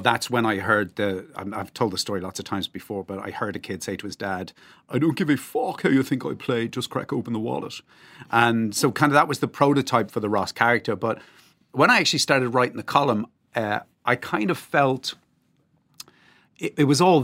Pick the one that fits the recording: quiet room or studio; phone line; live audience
quiet room or studio